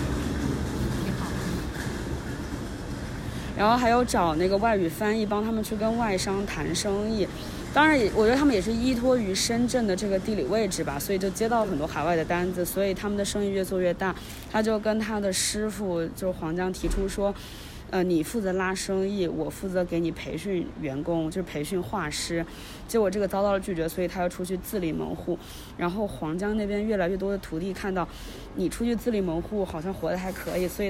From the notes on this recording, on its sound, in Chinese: 走访了一圈深圳的城中村。我们主要选取了 南头古城 与 大芬油画村 作为两个历史与发展命运截然不同的案例。为了记录不同城中村中丰富的声音体验，本次首次采用了 现场录音。